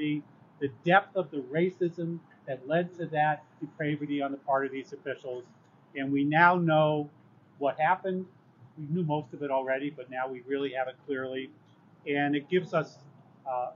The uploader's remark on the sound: Held a press conference at City Hall. Members of Saratoga Black Lives Matter held a press conference at City Hall Thursday. In this excerpt of the press conference.